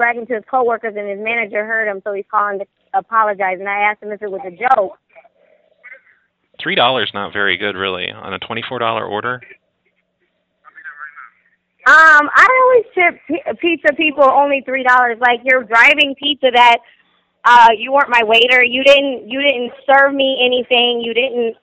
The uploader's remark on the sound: Prank Phone Calls